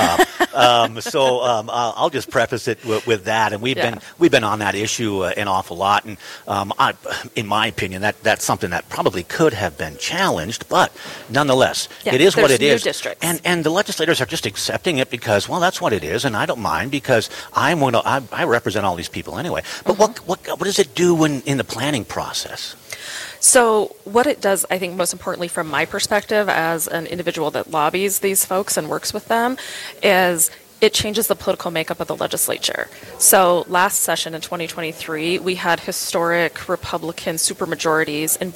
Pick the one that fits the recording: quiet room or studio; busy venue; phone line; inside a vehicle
busy venue